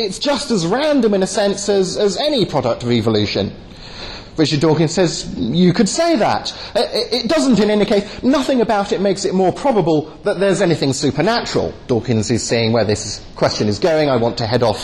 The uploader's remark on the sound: delivered at the European Leadership Forum in Eger, Hungary.